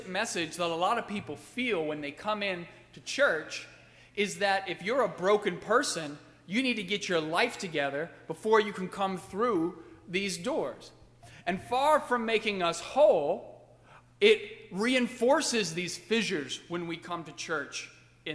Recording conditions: large echoing room